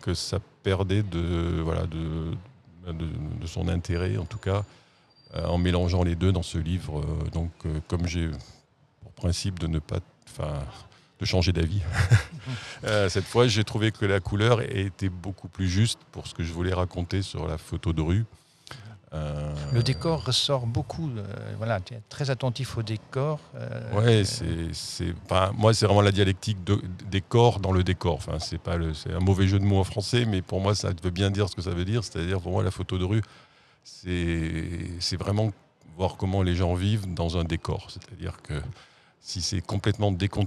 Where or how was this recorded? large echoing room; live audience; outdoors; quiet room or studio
outdoors